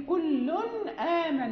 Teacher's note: مثلا في التنوين كل آمن، يعني كل آمن، يعني النون تظهر والهمزة محققة